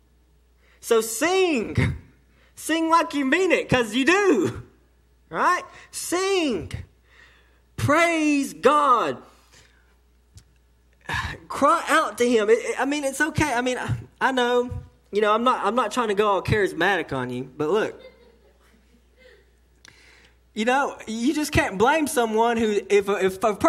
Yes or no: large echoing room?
yes